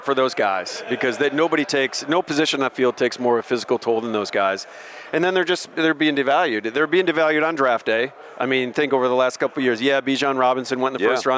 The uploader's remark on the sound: joins us live from SEC Media Days